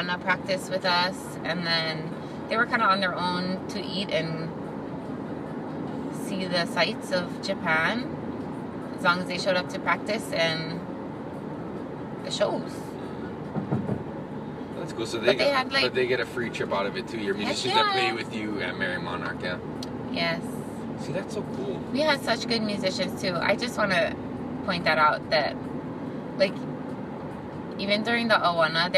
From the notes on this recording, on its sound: Most of this episode was recorded in our car while driving home from hula.